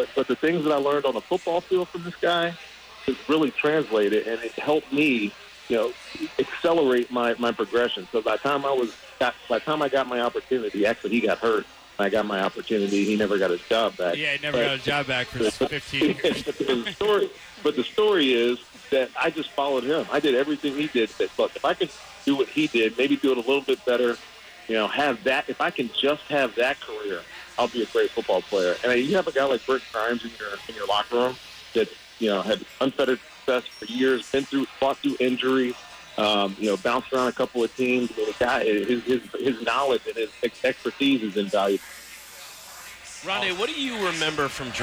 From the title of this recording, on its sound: called in Friday night from the NFL Draft in Dallas!